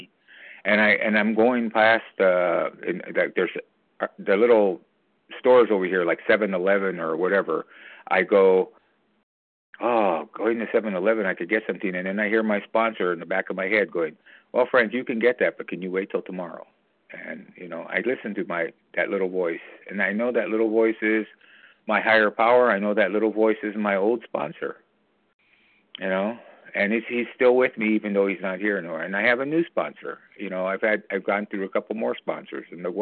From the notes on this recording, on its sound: co-share from the 100 Pounders Phone Meeting